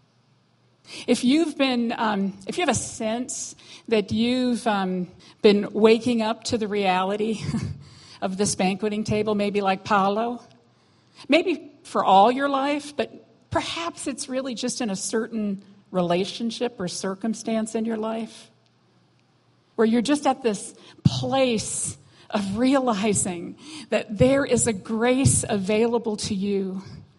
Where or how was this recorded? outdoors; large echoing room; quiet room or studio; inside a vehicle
large echoing room